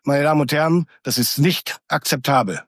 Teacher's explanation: Wir haben relativ gute Satzenden, also auch der finale Fall ist gut ausgeprägt, aber er kommt nie in diese gewissen Höhen hinein, die ein bisschen Engagement ausdrücken.